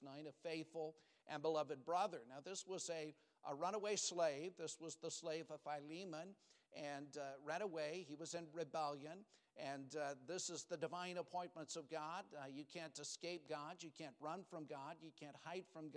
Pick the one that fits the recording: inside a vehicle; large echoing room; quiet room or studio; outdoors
large echoing room